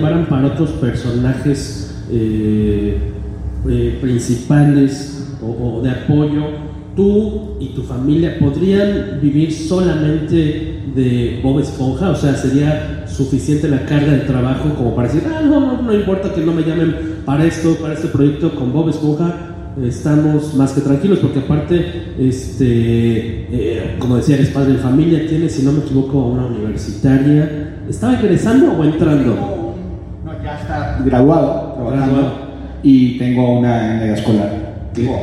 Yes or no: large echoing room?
yes